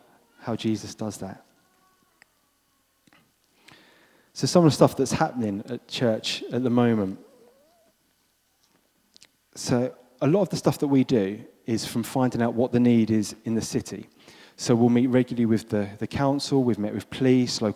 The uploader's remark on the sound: This was recorded at Skylark Church on 27th October 2019.